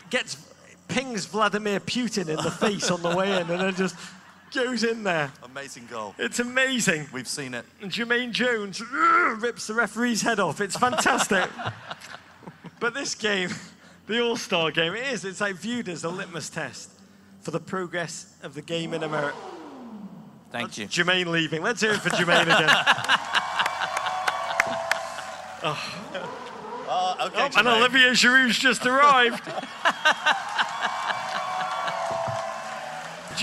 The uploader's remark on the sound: MLS All-Star Special Live in San Jose. Live Show in San Jose, California.